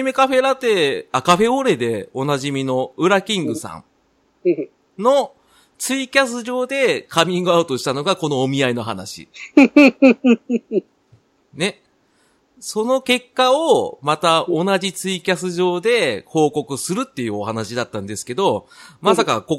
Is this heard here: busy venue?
no